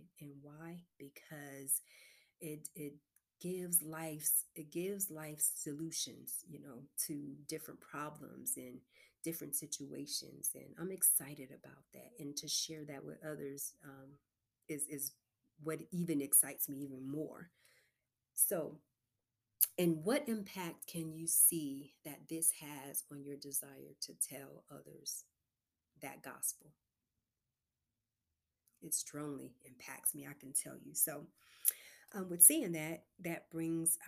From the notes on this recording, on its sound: Due To Low Recording Session Headphones May Be Required In This Episode.